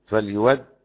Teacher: أبدل ورش أبو جعفر الهمزة واوا